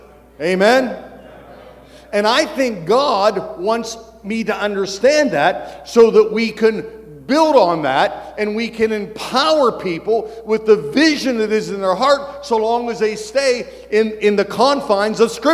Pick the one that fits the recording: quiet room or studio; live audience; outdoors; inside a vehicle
live audience